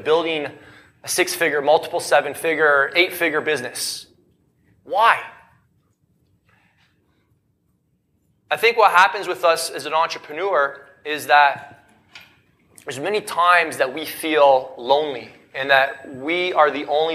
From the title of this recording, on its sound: Recorded LIVE in Vegas